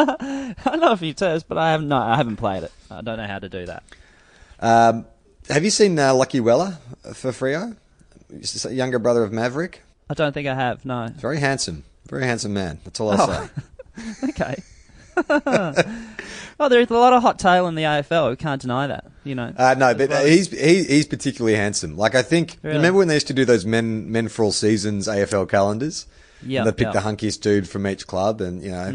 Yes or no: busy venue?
no